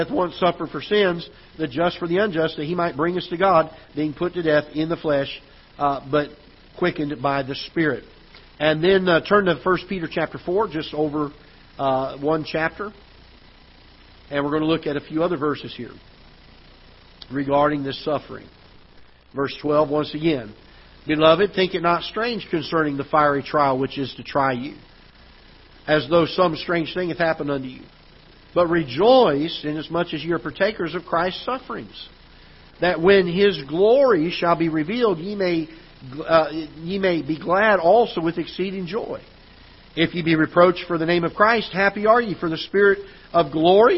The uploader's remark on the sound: Ketha Heights Baptist Church ~ Live Broadcast